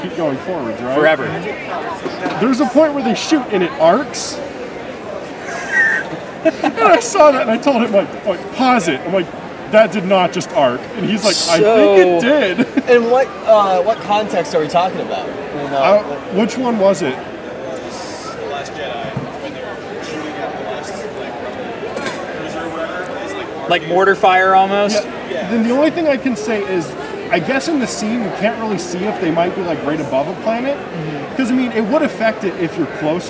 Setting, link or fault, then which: setting, busy venue